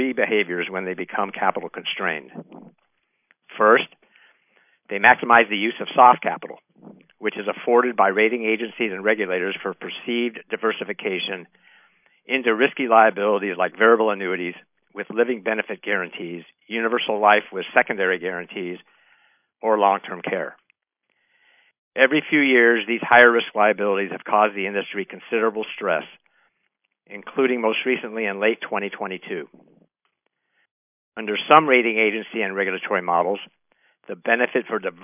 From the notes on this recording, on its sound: Athene Fixed Income Investor Conference Call.